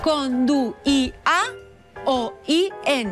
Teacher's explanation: La dièresi en la I intervocàlica indica que la I és una vocal i que, per tant, es llig en una síl·laba diferent.